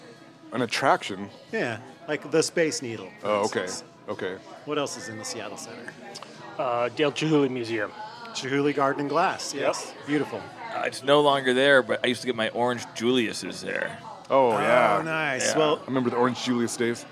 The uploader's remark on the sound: Recorded live in a dark corner of Streamline Tavern in lower Queen Anne.